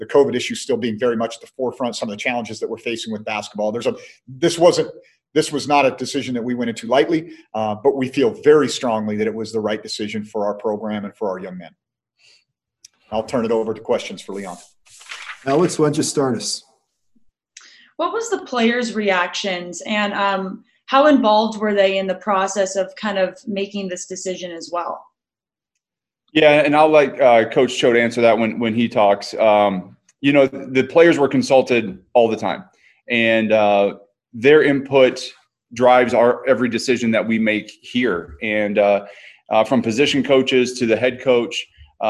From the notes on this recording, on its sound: hosted a zoom call